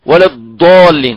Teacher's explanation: ونظرا لبعدنا عن لغة الضاد بل وقل من استعملها بإتقان نسمع من يخرج الضاد دال مفخمة يقول مثلا ولا الضالين إذا هنا يخرج يعني هنا من يضغطوا هنا يقول ولا الضالين وهذا يتساعد عن طب الحال عن الحافة اليمنى واليسرى فيخرج يعني الدال من هنا تسمى الدال مفخمة.